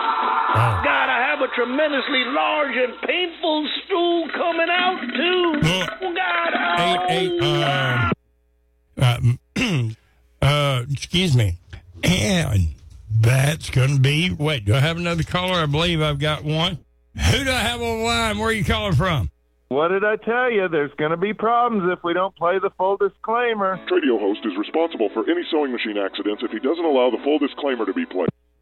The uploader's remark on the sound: Phony Phone Call